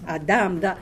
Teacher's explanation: The stress is on the second or the last syllable